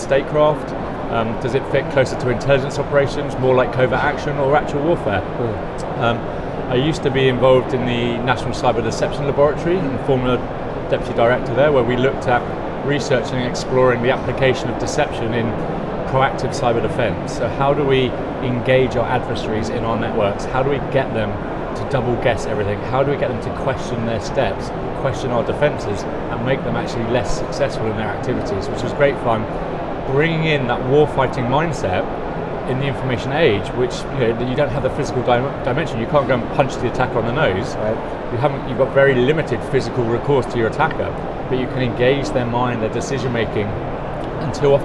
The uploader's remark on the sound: Infosecurity Europe 2023, London, England. Live on-location from Infosecurity Europe 2023.